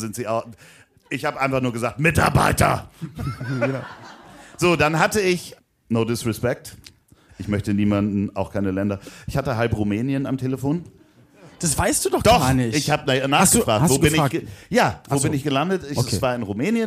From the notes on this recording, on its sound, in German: Hier kommt sie, die B-Seite der Live-Show aus dem Schmidtchen.